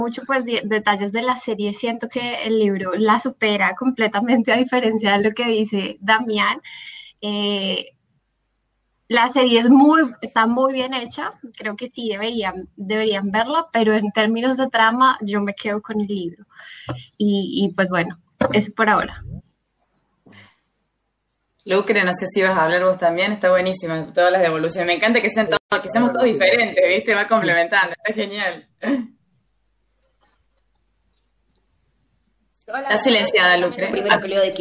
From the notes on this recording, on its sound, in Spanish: La hicimos usando #jitsi. 6ta. Juntada Virtual.